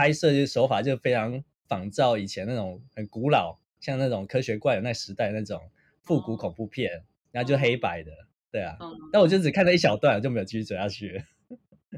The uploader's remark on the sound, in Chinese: 麥克風壞掉了，音質欠佳請見諒